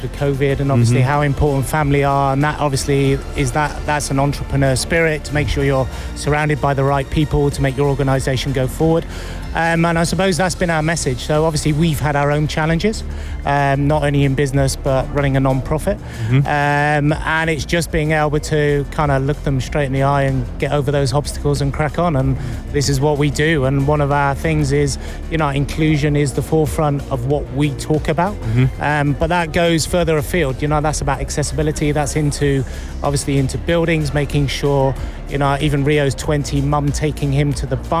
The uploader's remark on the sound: Live from SEF 2024.